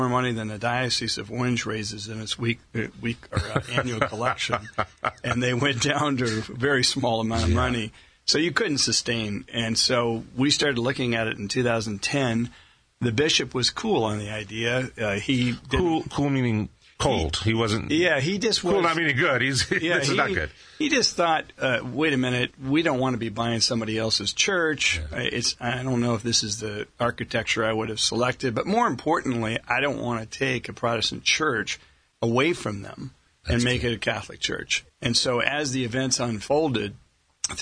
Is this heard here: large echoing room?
no